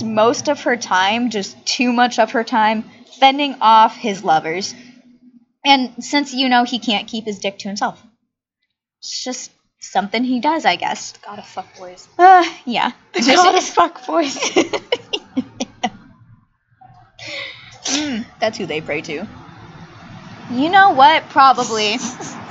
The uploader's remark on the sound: We apologize ahead of time for the quality of the audio and amount of background noise!